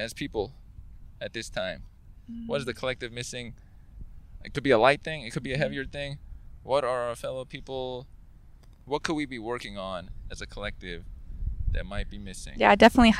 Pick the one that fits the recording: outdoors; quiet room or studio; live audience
outdoors